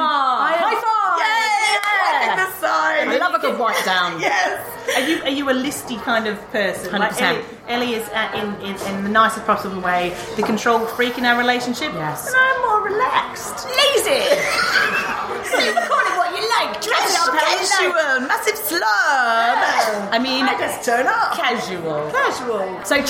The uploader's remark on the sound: We are on location for this episode, coming to you live from the launch